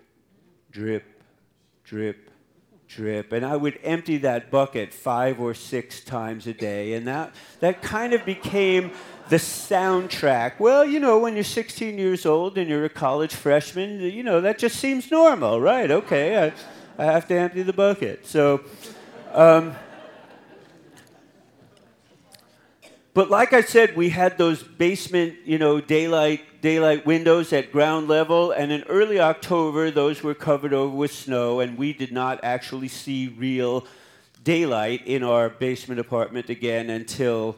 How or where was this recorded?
live audience